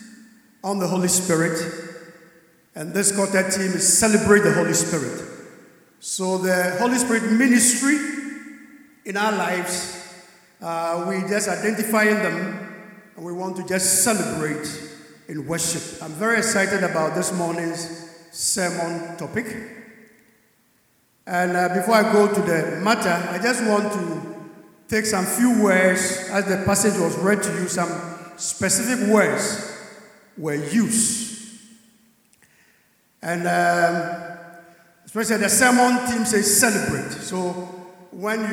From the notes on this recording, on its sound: Sermon preached at CBC Shiashie Campus